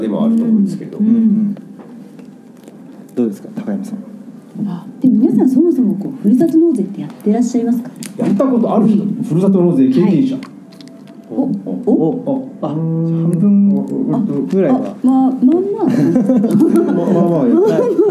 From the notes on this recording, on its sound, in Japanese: 出版記念トークイベント「税制優遇のおいしいいただき方」。2月25日に行われた出版記念トークイベント。